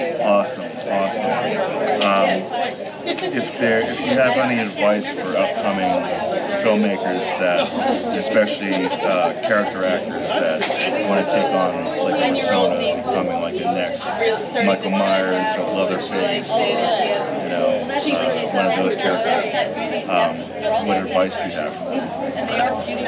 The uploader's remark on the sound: Live From Pittsburgh's Horror Realm Con 2023